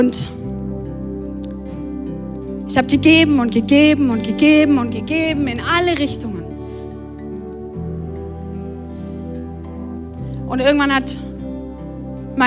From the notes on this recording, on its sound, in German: Audiomitschnitt der Predigt